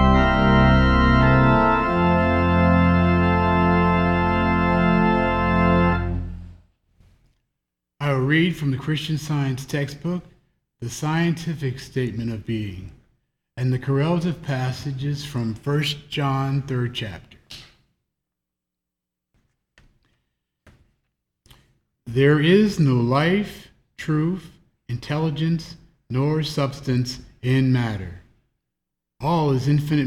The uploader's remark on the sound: The Sunday service audio from April 4th, 2021